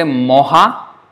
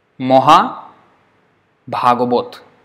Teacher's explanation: But in Bengali they would say Moha, because the first one A is a short A, so it's O. But the second one is A, so that is A.